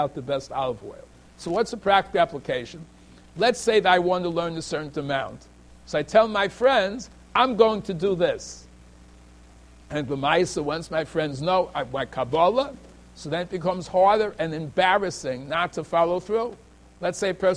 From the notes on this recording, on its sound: Shiur recorded in Yeshivas Ohr Reuven, Monsey, NY.